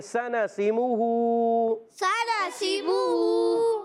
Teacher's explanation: کھڑا الٹا پیش ہے، تو اس کو ایک الف کھینچنا ہے · Term: کھڑی حرکات